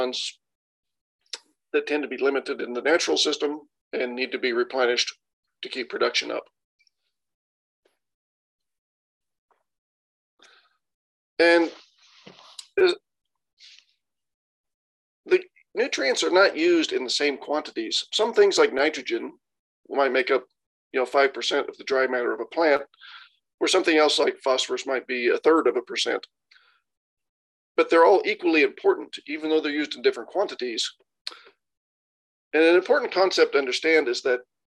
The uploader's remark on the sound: Recording of the Beef + Lamb New Zealand Central Otago Farming for Profit Winter Webinar series, June 2023